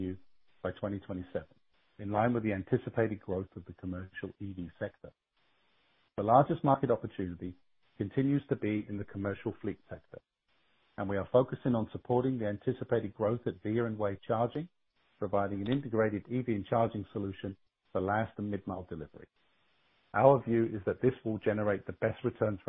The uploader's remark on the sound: Ideanomics, Inc., Q4 2022 Earnings Call, Mar 30, 2023